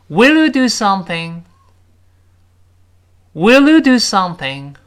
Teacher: 注意这个 you 和 do something 那个 do 要重读。